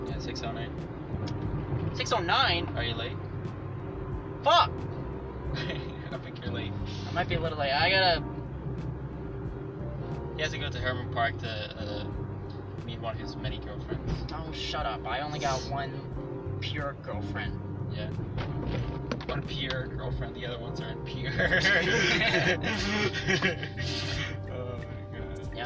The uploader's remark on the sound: Record their very first episode while driving on Houston's wonderful roads.